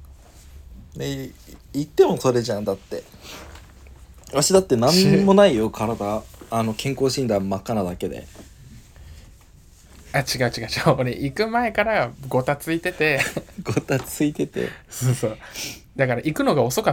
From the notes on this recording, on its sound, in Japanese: 2万以上したひろゆきが使ってるマイクを全然使いこなせないのでもうアイフォン直撮り。一番音質いいじゃんね。